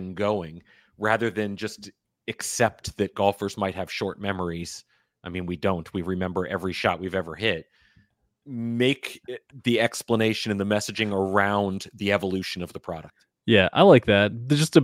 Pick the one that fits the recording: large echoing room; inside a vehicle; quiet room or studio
quiet room or studio